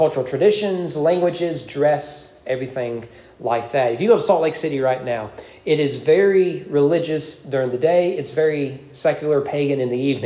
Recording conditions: large echoing room